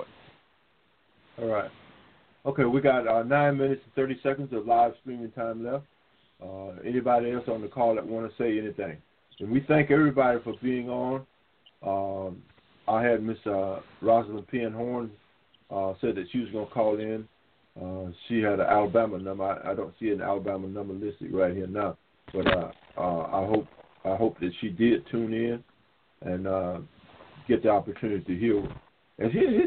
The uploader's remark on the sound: NABD Live Conference Call